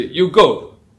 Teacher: So say in a sentence that like you're very angry, you want somebody to get out, then you say, you go. That go is the falling tone, the fourth tone in Mandarin.